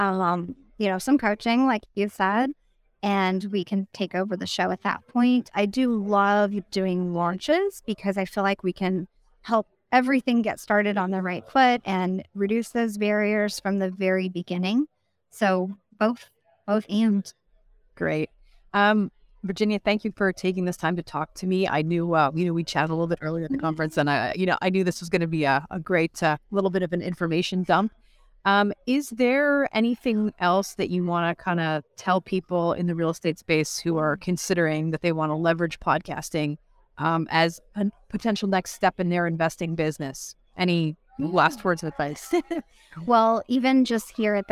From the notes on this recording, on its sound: live from the REWBCON